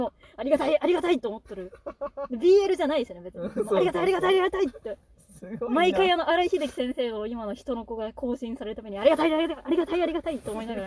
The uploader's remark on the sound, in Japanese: From Radiotalk。車の中で喋って苦しんでいます。